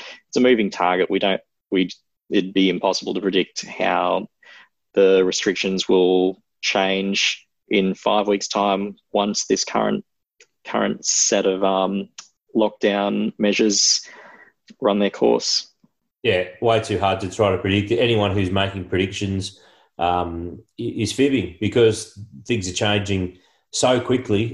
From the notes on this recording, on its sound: recorded over Zoom